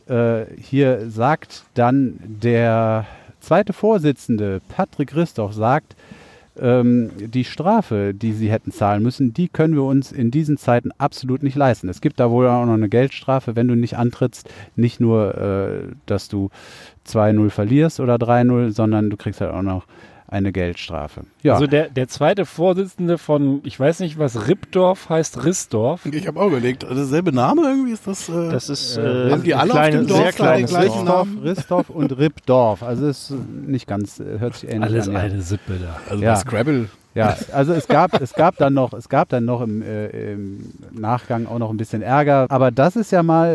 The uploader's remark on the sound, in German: Als Bonus Live auf Band: Spontane Donuts auf dem Asi-Parkplatz und eine neue Stimme am Mikrofon.